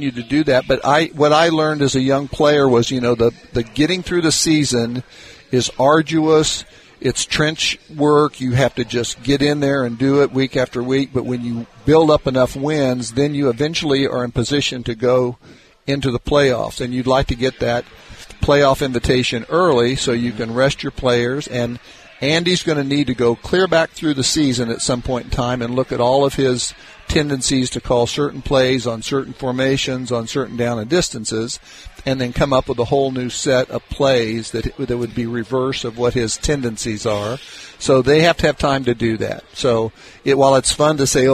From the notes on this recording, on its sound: LIVE from Hollywood Casino!